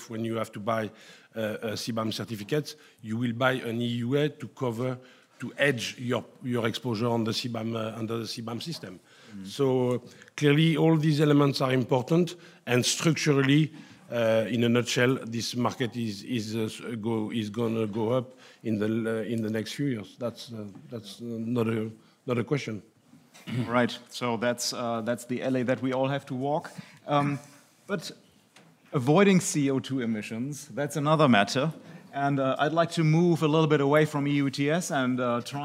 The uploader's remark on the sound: PANEL at the 3rd Annual German Maritime Forum, Hamburg, Germany. At the Radisson Blu Hotel in Hamburg, Germany.